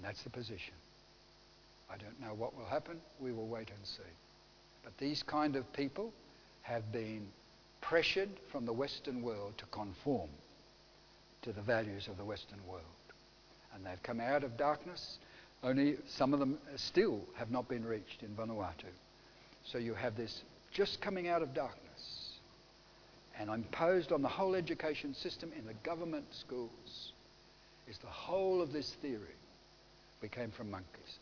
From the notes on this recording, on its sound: Audio sermon recorded live from King's Way Christian Fellowship, Wantirna, Melbourne, Australia.